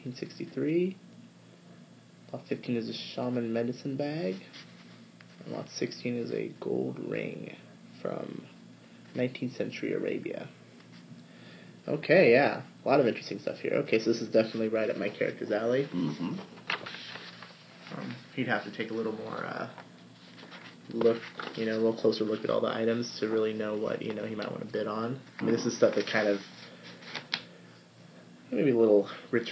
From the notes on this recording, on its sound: This special "Los Angeles chapter" incarnation of the Esoteric Order of Roleplayers. Apologies if the volume level is a little dodgy; I was obliged to record directly off my iPhone, precariously perched on a Coke can.